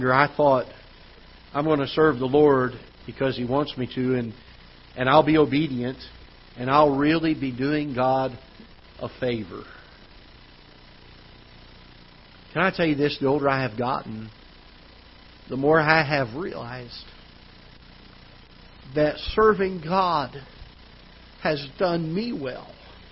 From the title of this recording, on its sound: Ketha Heights Baptist Church ~ Live Broadcast